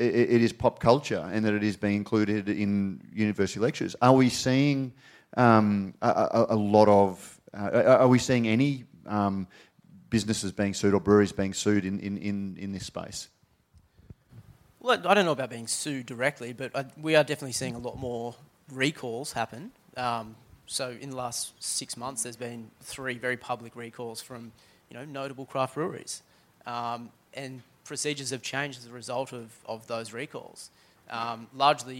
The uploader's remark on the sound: During the recent Good Beer Week in Melbourne, the Cryer Malt trade hub at BeerDeluxe was once again a focus for the brewing industry with a number of important trade discussions taking place. Brews News was able to be there to record some of these panels. This panel, hosted by Brews News.